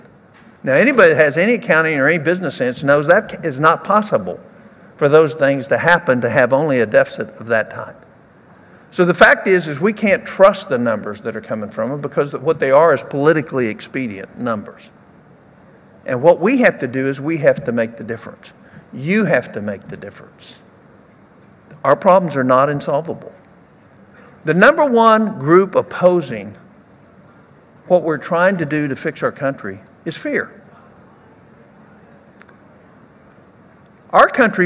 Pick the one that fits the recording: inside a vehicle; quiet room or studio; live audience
live audience